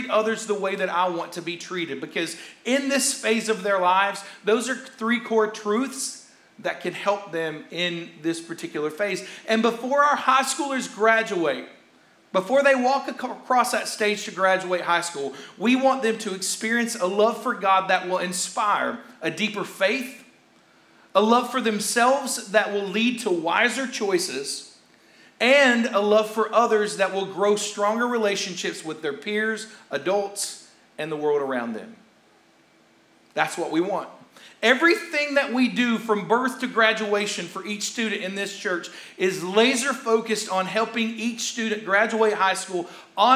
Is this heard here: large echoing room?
yes